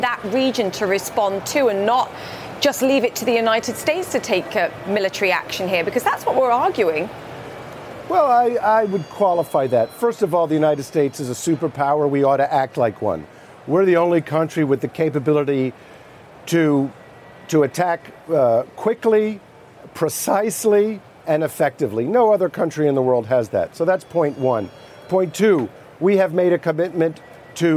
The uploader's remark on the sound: live from the New York Stock Exchange.